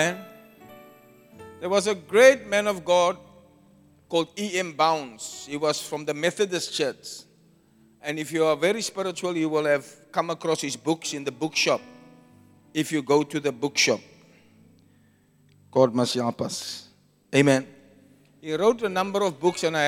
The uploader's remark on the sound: Preached at the Zion Sanctuary, Cape Town